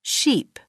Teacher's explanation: Le deuxième mot, sheep, celui qui est répété, fait figurer le son I, qui ressemble davantage au son I français, mais le I anglais n'est pas aussi aigu et un petit peu plus long.